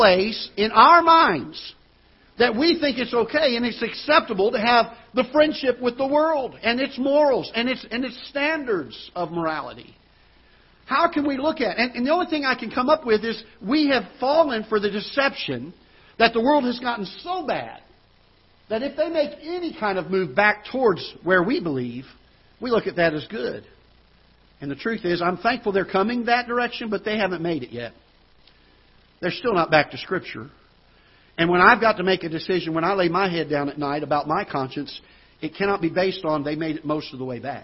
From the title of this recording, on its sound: Ketha Heights Baptist Church ~ Live Broadcast